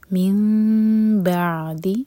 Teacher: ورڈ با سے شروع ہو رہا ہے تو یہ ہے اقلاب میم کو ہولڈ کریں گے لیکن ہوٹوں کو ٹائٹ بند نہیں کریں گے